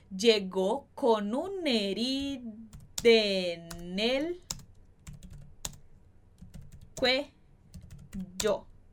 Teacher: esse A de herida também vai praticamente sumir